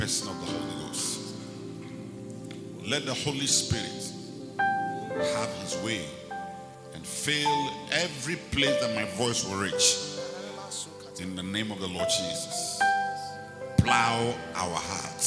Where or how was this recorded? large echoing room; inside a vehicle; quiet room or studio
large echoing room